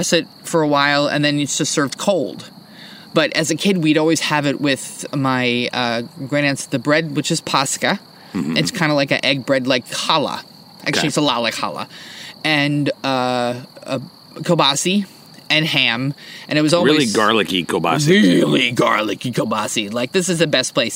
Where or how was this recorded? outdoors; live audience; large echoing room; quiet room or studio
outdoors